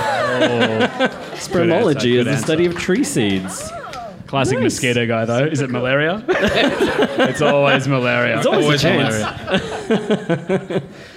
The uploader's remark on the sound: Live from the Django Bar. In Situ Science returned to the Django Bar to celebrate National Science Week and the Sydney Science Festival.